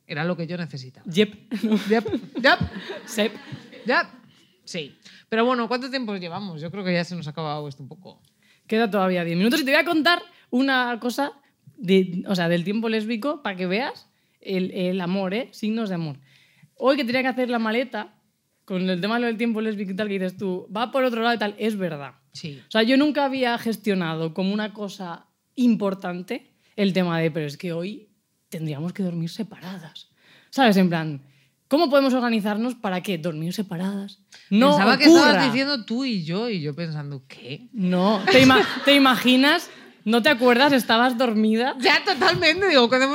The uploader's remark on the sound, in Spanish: arrancamos temporada en directo desde Barcelona